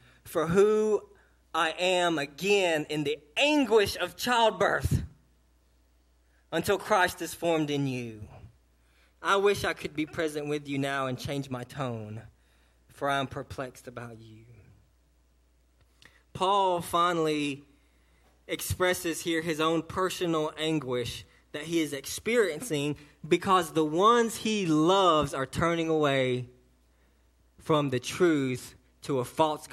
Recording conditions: large echoing room